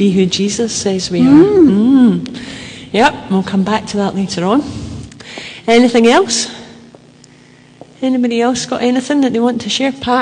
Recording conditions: large echoing room